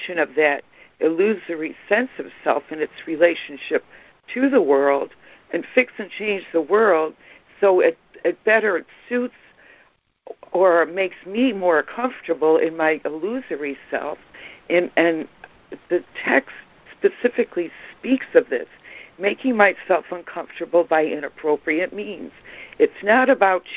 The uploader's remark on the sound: ACIM Daily Conference Call.